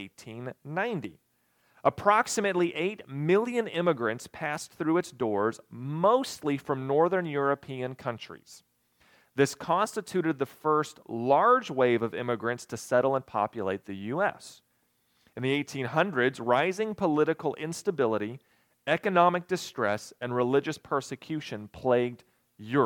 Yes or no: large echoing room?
yes